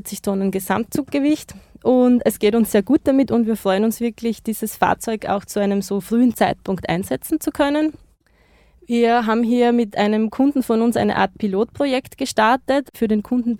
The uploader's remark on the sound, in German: Die Folge #13 des BEÖ-Podcast kommt live aus dem E-Truck.